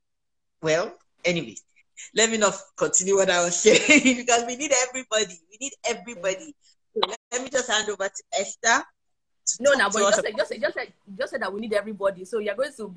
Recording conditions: video call